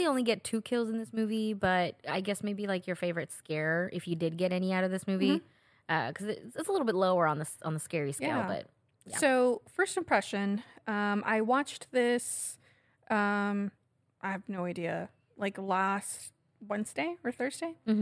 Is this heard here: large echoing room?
no